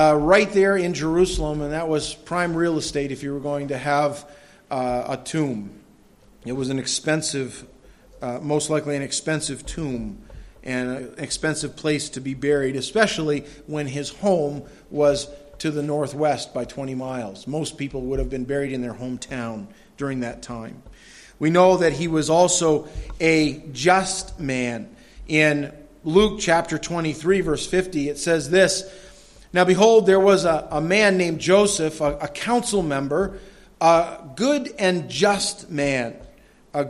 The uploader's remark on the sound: This audio sermon entitled, Joseph of Arimathea, was delivered at Madawaska Gospel Church on the morning of July 31, 2016.